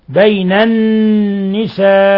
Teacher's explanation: مد متصل في لفظ النساء لاتصال الهمزة بحرف المد في نفس الكلمة، يمد من 4 إلى 5 حركات